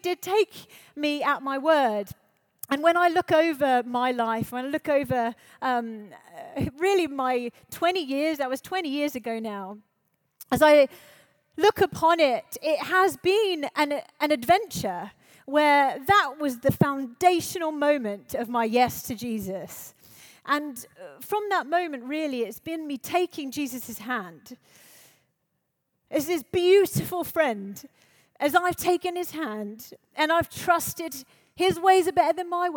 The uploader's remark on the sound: Live at The Orchard Conference 2023